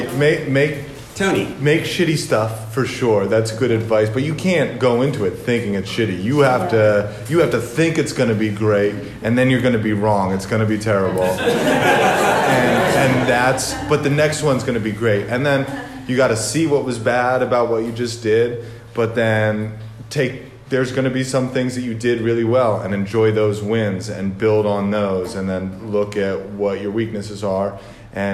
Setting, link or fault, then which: setting, live audience